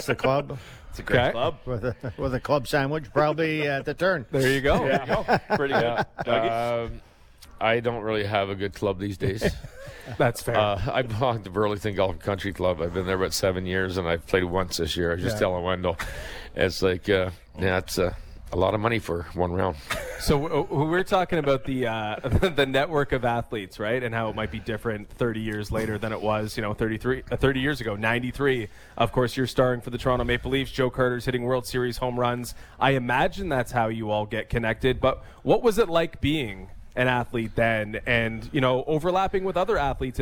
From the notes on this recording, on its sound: On the third hour of The Fan Morning Show live from the Glen Abbey Golf Club in Oakville